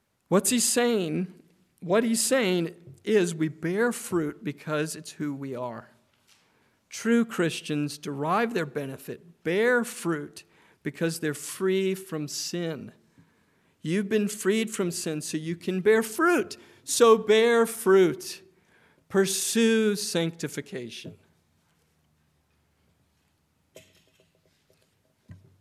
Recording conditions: large echoing room